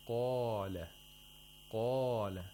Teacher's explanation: Pull it back. We need the ah sound where the root of the tongue goes up and gets close to the pharynx. And that is why in phonetics it's said that the letters of isti'la are pharyngealized.